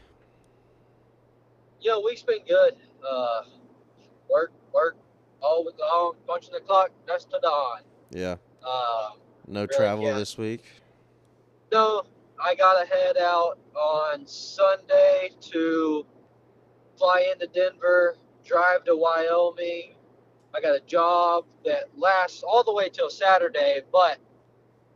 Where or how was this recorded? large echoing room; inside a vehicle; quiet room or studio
inside a vehicle